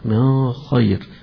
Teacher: وما قل ما أنفقتم من خير، من خير أكثر القراء لابد من إظهار النون هنا، النون بعدها حرف حلق، ولكن عند أبي جعفر يقرأها بالإخفاء فيها